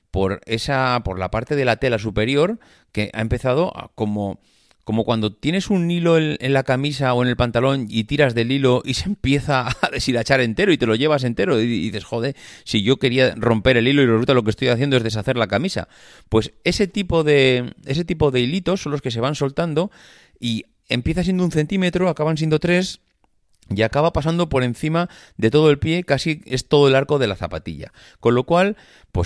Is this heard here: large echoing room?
no